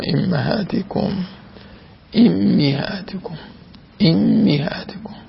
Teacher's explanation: إمهاتكم هنا وفي النور والزمر والنجم بكسر الهمزة والميم